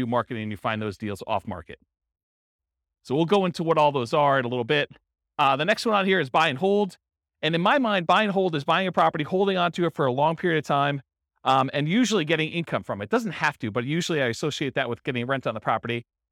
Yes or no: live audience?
yes